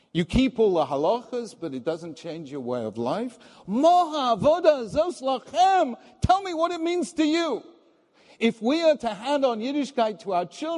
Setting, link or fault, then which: setting, live audience